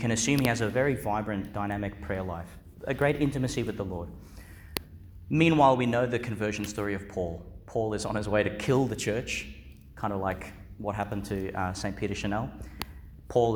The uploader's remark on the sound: delivered in Our Lady Star of the Sea Catholic Church, Gladstone, Qld.